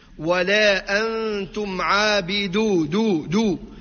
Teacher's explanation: يعطيه للدال همس تولي شبيهة بالتاء